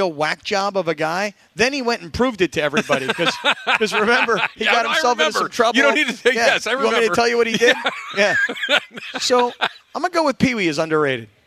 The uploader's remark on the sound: Live from Hollywood Park Casino.